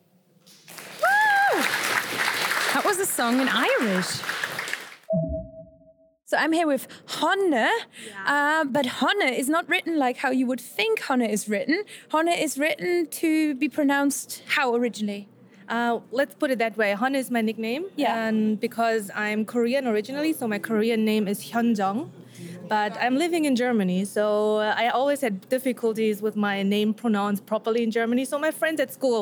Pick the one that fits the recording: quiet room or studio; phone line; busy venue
busy venue